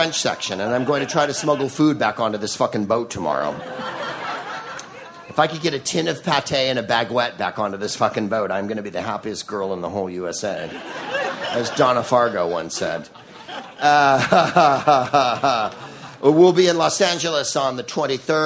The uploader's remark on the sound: Live from the Freedom of the Seas cruise ship off the coast of St.